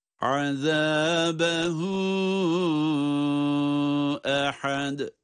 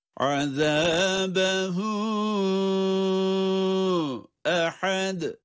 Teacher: Olması gereken de sesin devam edecek şekilde hemzeye geçilmesidir. · Shown in: first take